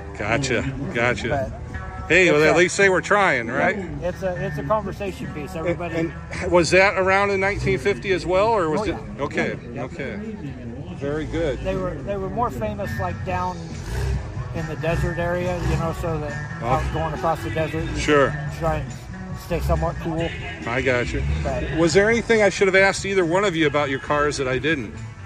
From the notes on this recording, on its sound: the sights and sounds of the Corn Country Cruisers' July 8, 2023, Cruise-In on the Square in Washington, Iowa!